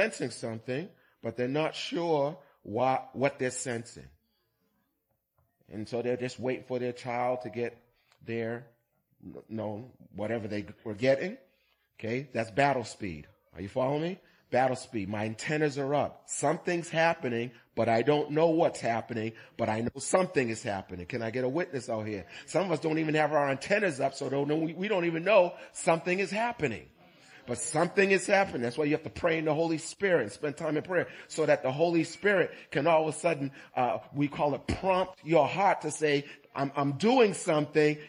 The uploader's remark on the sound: Recorded on 2016-11-20 at the 08:30am Service.